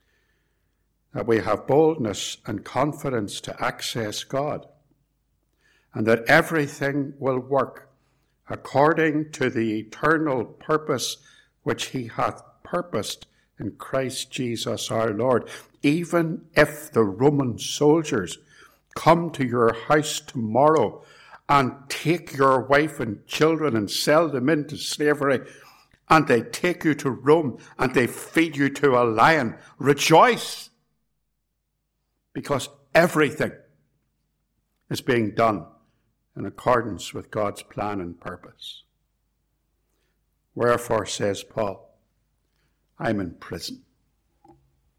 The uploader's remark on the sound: It was preached at both Ballymacashon and Templepatrick reformed Church, and was recorded at Templepatrick.